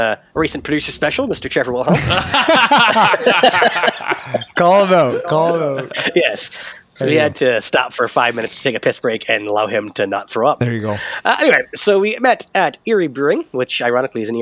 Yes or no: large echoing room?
no